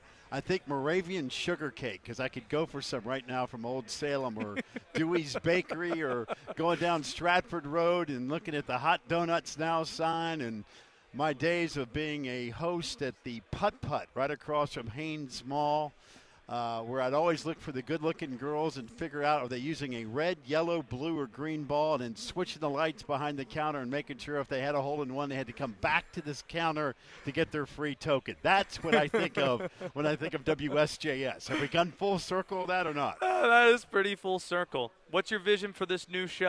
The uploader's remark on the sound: Live from ACC Kickoff